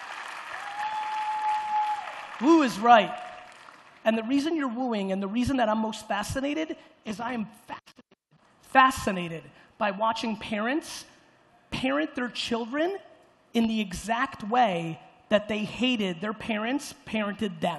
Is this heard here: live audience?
yes